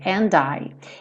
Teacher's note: Aqui é bem interessante que o and, ele mantém o som do D